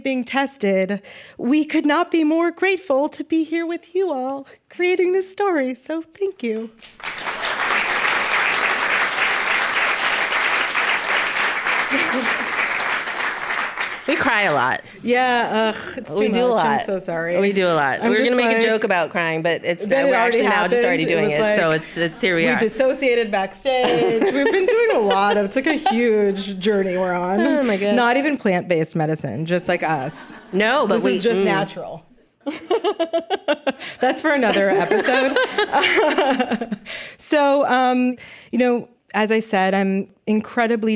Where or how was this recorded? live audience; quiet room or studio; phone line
live audience